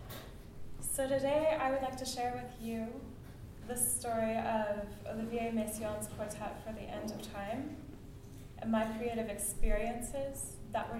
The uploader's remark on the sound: Lecture-recital at University of Calgary Graduate Music Symposium 2015